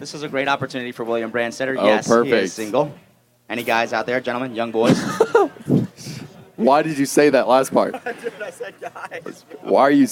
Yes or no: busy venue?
yes